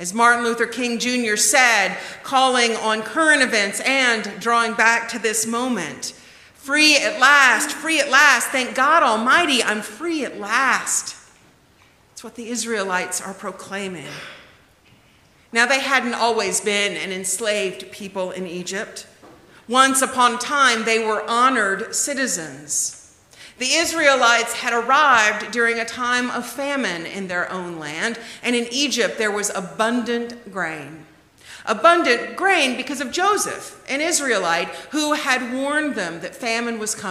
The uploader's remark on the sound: The conversation is followed by the prayers, music, and sermon from Sunday's livestream service. Recorded live each week at First Pres in beautiful historic downtown New Bern, North Carolina. First Presbyterian Church, New Bern, North Carolina, established in 1817.